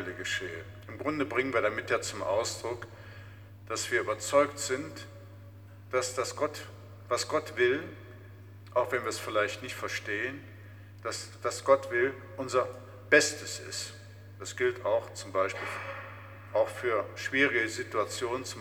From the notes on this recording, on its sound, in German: Mitschnitt der Predigt aus St. Pantaleon.